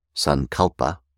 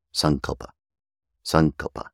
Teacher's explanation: The proper way of pronouncing it in Sanskrit is on the ante-penultimate syllable · Shown in: second take · as with about 90% of words in Sanskrit, instead of the way that we do in English, which is to say Sankalpa.